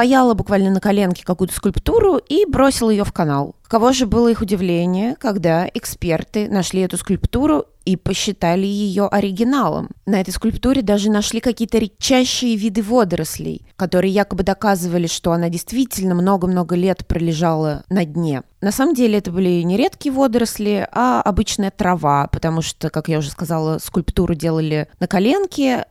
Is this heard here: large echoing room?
no